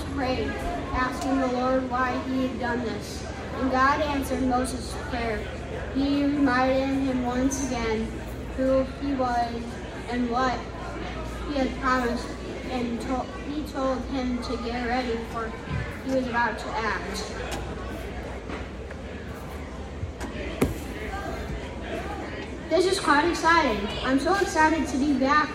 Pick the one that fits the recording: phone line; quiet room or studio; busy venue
busy venue